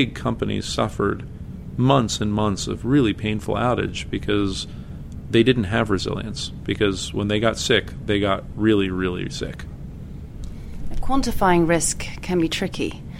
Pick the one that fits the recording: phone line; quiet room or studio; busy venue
busy venue